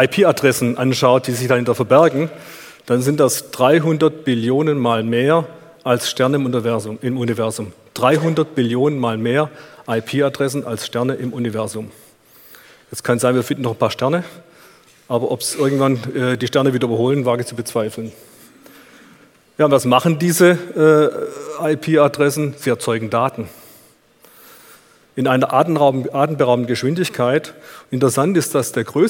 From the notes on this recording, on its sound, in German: in seinem Vortrag auf auto motor und sport Kongress 2019